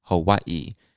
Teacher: Like there's emphasis on that last I